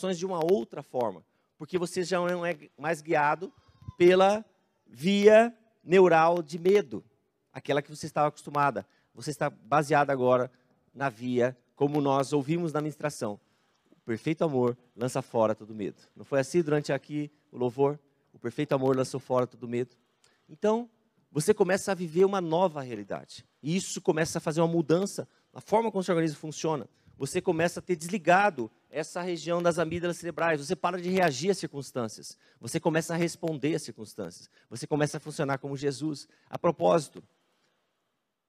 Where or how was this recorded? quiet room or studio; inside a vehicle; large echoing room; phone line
large echoing room